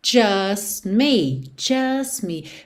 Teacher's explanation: Percebe como você não ouve o T